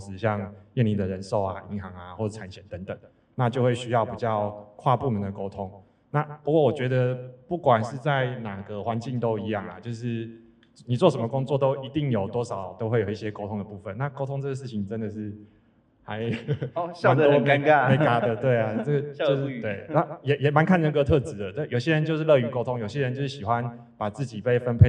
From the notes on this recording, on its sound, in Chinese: 本集特別集延續上次實體小聚交流第二場 —— 數據專場錄音！因為現場收音的關係，音質還請多多包涵。